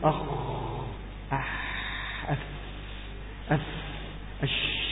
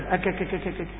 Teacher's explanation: كلها حروف رخوة ما عدا الكاف والتاء، فالكاف والتاء شديدة · Shown in: second take · أقول أجري النفس فيها كما تجري النفس في الحاء والتاء والهاء والشين والخاء، فلست تقول أخ أف أف أش، تقول في الكاف أك أك أك أك يا أك ووقف أت ووقف.